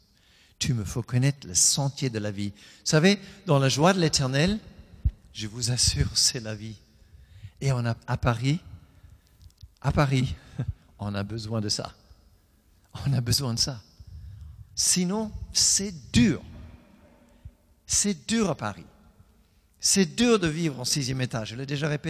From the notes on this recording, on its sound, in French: Enregistré à l'église CVV, le 04/10/2020